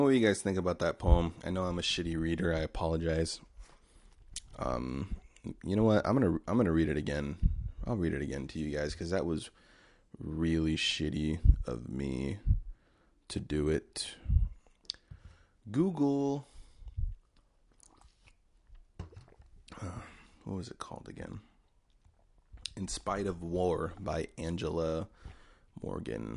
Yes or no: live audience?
no